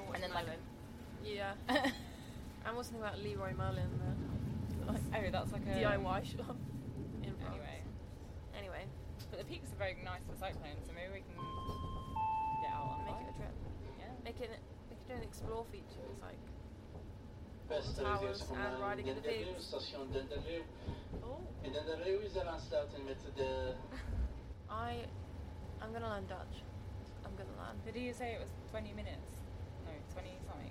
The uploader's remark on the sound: Headed over to Belgium to watch the CAPS Urban Cross X2O Trofee in Kortrijk. I forgot the muff for the microphone (sorry about the wind!!).